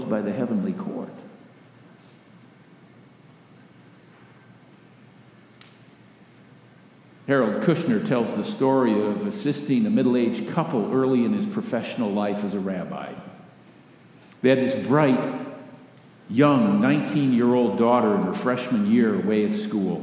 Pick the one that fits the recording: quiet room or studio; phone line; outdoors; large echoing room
large echoing room